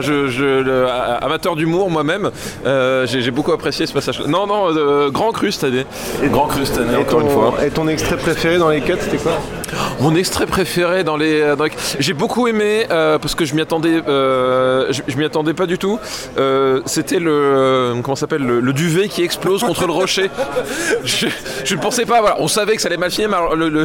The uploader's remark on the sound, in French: Un debrief enregistré au petit matin devant le Grand Rex